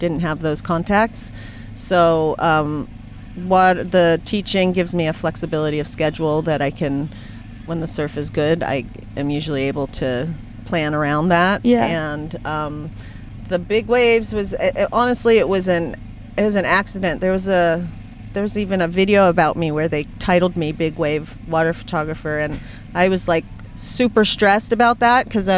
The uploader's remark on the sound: from my car!